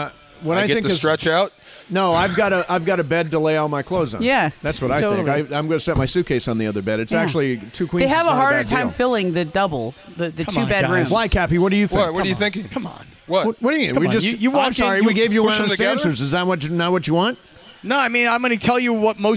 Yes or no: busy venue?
yes